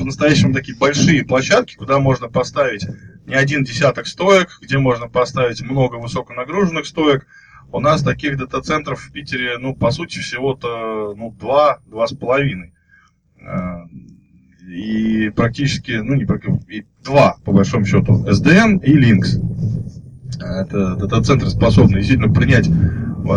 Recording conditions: poor sound quality